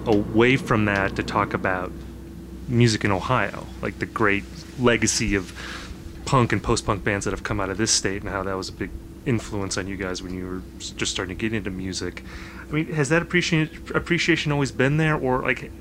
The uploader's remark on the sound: live from the Homecoming Festival